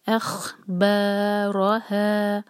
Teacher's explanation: بیچ میں را ہیوی اور با اور ہا دونوں لائٹ